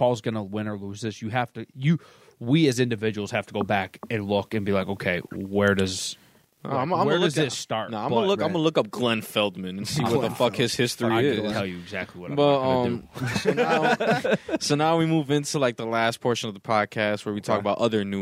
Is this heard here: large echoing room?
no